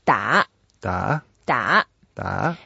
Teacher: Yeah, it's like da da da da, but it's a third tone. So we go down and then up.